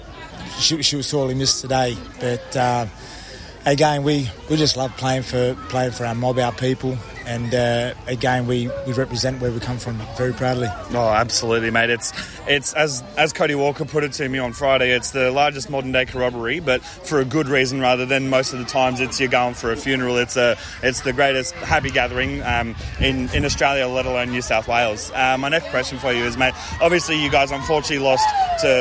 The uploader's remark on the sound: we went on location to the 2023 Koori Knockout